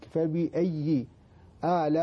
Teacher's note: فبأي، كأنك تبتسم، فبأي آلاء، أيضا هذا مد متصل، يمد 4 إلى 5 حركات وأظهار الهمزة